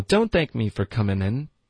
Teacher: 就需要少说一点，所以我觉得这样还是比较好。好的。嗯好了，这个时候周宇就说：“哎，别呀、啊！”他就 no no， don't thank me for comingin，别谢我那个、嗯，先别谢着我来着。他因为被谢就是要让你走了嘛，对，所以他这方面就是至少懂了。然后 coming，他的这里就是 comingin 呢，他就没有用一个嗯的音，他用了一个 n 顶了舌尖，OK，因为他有一个就是 Bronx 的一个意大利的口音，he has a Bronx Italianaccent，所以他就会经常把这个。ing 的音发成 n，所以他就说 "Don't thank me for coming in."